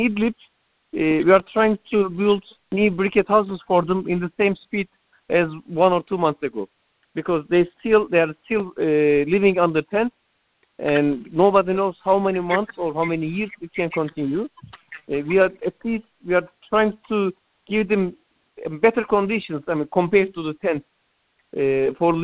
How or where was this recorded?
phone line